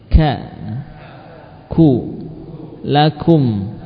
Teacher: Di antara sifat khas pada kaf adalah adanya nafas mengalir pada makhraj huruf kaf tadi. Ka. Ku, lakum, ya, tanpa kita rasakan pun, tanpa kita apa, yakni meletakkan sesuatu di depan mulutnya, akan terasa ada yang mengalir.